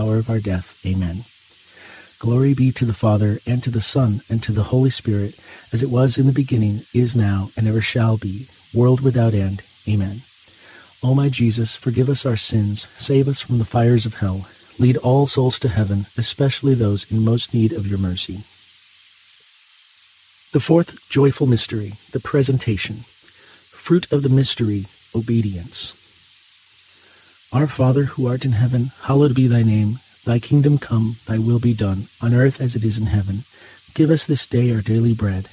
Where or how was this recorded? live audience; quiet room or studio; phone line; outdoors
outdoors